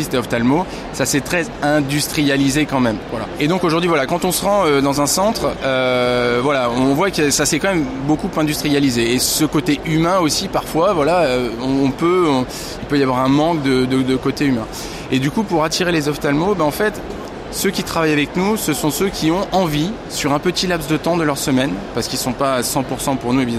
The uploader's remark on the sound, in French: (FR) Épisode 6 "en direct" du Silmo Paris 2023. Dans ce nouvel épisode très animé, en direct du cœur du Silmo 2023.